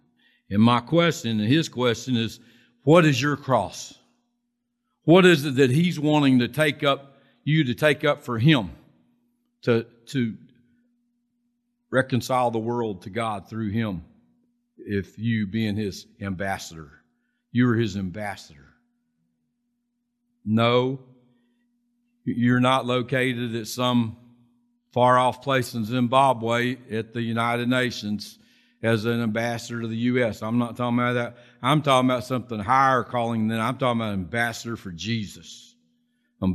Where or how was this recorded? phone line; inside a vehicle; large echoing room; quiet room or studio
large echoing room